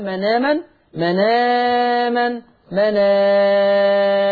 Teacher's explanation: هنقل الفتحة اللي على الهمزة ووديها على النون · Term: النقل